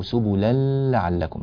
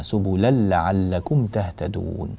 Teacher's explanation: وفي قوله تعالى سبلا لعلكم، التنوين هنا جاء بعده حرف اللام، فأعطي اللام يعني أدغم النون في أدغم التنوين في اللام من غير غنة · Shown in: second take · قرأته سبلا لعلكم بغنة، لا نريد غنة، سبلا لعلكم تهتدون.